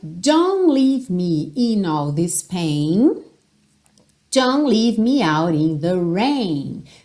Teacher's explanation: você chega a botar a língua aí no céu da boca para fazer a letra T, mas não necessariamente esse T vai aparecer bem definido · Term: consoantes oclusivas